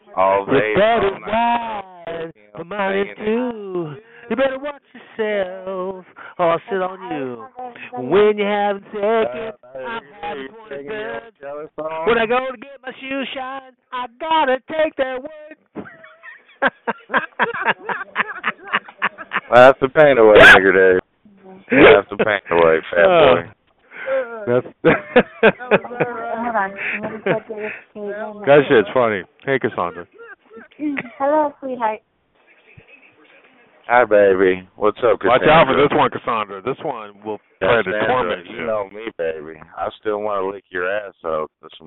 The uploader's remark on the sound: Conference Call